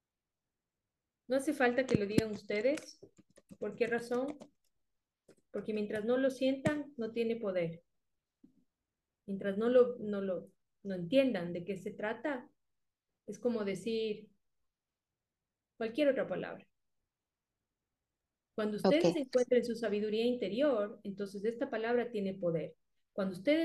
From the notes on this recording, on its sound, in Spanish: Un mentorado en vivo semanal grupal. Agradezco tu comprensión por las pequeñas fallas de la grabación.